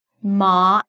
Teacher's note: The word martyr begins with an M sound, but then you have the R as in car. So you drop your jaw for the ah sound, ma, and only then you bring the tongue up for the R, mar.